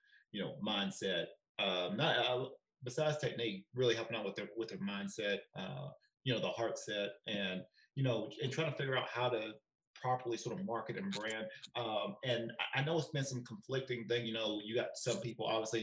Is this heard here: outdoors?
no